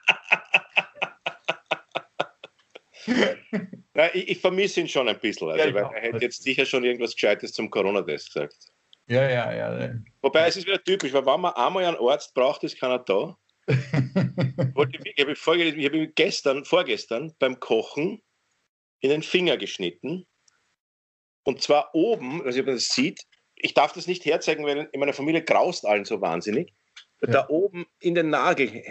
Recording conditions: video call